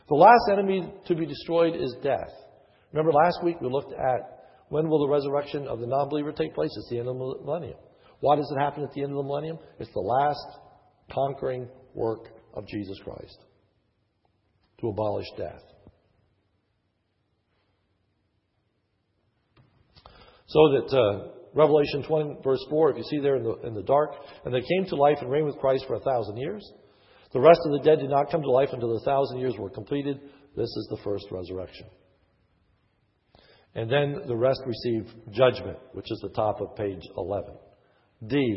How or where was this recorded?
large echoing room